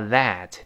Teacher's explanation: 第一个 t 是吐舌头。最后那个 t 听不清了